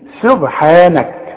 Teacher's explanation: رقق السين سبحانك، والنون مرققة دائما